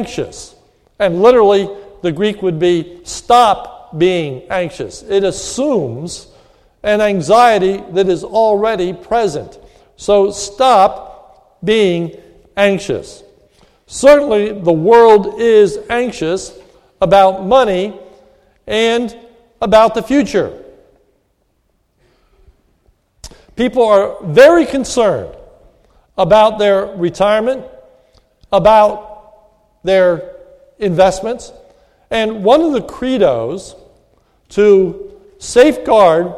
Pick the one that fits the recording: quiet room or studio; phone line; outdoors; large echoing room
large echoing room